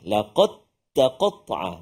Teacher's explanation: Sebelum itu, yang seperti yang kita tanya tadi, kalimah laqad taqatta'a. Bertemu huruf dal dengan huruf ta yang bersabdu selepas itu, makhraj yang sama, sifat yang berbeza. Maka nama dia idgham mutajanisain.